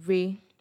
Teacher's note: It's neutral. It's just like your normal voice. You don't have to fall. You don't have to rise. · Term: amio